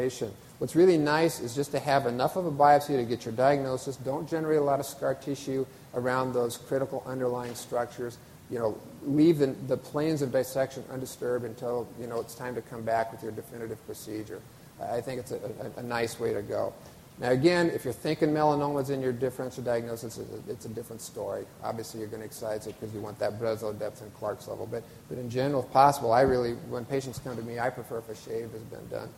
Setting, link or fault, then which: setting, live audience